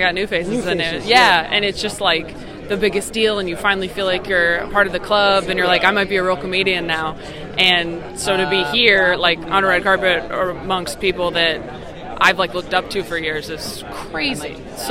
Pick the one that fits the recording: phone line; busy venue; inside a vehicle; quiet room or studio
busy venue